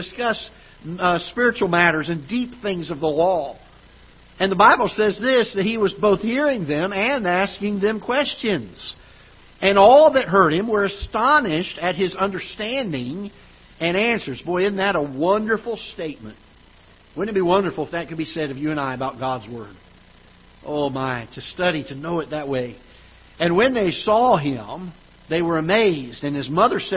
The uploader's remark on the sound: Ketha Heights Baptist Church ~ Live Broadcast